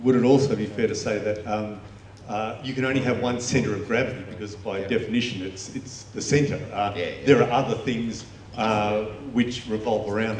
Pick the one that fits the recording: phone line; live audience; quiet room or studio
live audience